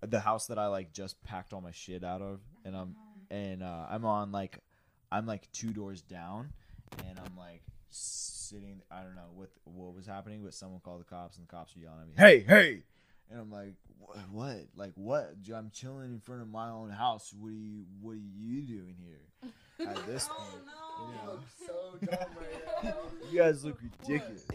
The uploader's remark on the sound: please bare with us on the audio quality as we are still learning our new equipment